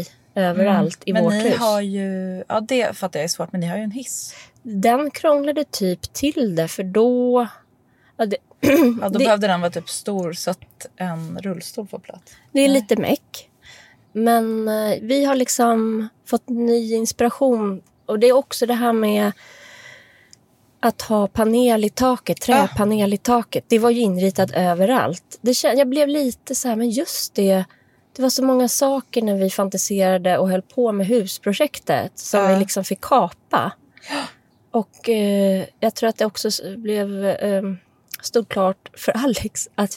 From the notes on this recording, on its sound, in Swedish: Från ett hotellrum i Köpenhamn till en elbil på Söders höjder … Där skedde nämligen dagens inspelning.